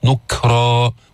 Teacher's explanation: جيب الشدة في الكاف بعدين الهمس، نكرا وليس نكرا وليس نكرا.